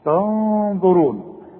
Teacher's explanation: بس الغنة هنا تفخم علشان الظه مفخمة